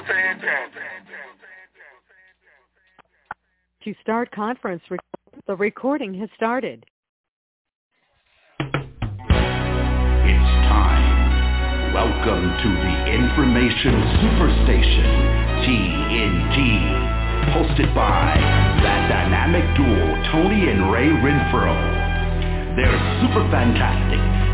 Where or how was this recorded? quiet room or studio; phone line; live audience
phone line